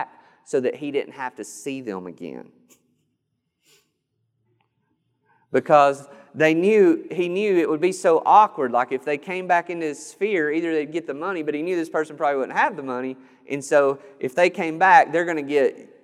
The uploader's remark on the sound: This sermon was recorded on June 13th, 2021 at Matthew's Table Church in Cleveland, TN